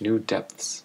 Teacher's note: They kind of skip over the TH